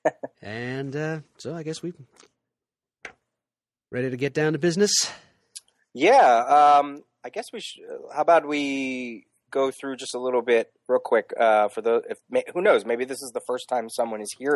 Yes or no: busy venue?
no